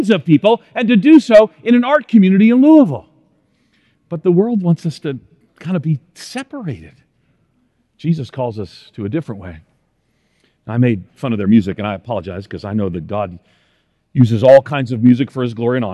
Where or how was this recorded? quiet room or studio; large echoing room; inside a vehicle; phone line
large echoing room